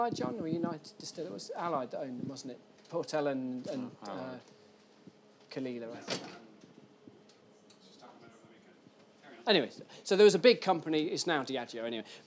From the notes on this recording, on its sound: recorded at The Soho Whisky Club